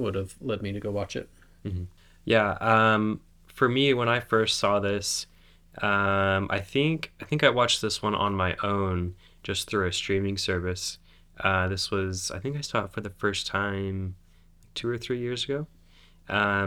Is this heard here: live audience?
no